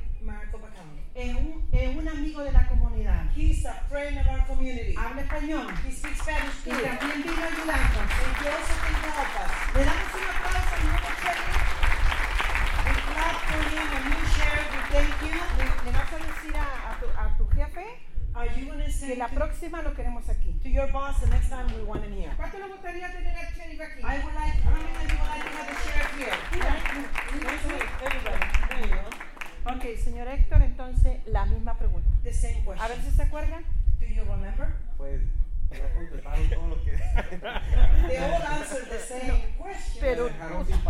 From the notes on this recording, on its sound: A recording of a community event where local police officers and police departments speak about their roles in policing immigrant communities.